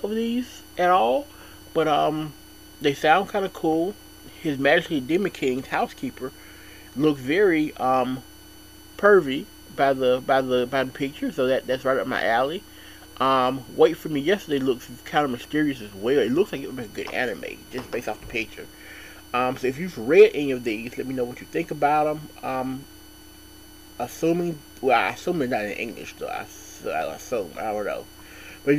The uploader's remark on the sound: Sorry for the weird noise in the background.